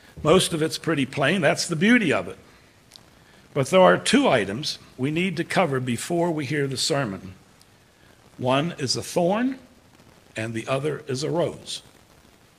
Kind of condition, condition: setting, large echoing room